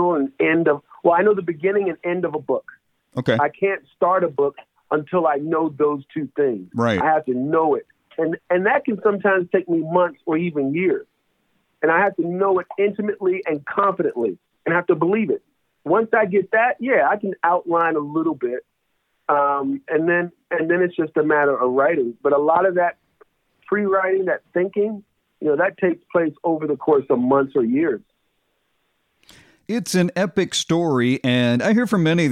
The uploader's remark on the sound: joined our 4-Timers club when he called